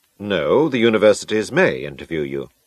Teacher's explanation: Notice how the voice falls to emphasize the correct information.